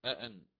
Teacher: عنده أأن هكذا، أأن الأولى مفتوحة والثانية مفتوحة، فيأتي بالتسهيل مع عدم الإدخال للثانية